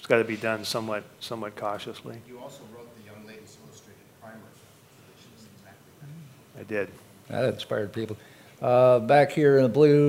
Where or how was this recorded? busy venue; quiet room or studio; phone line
busy venue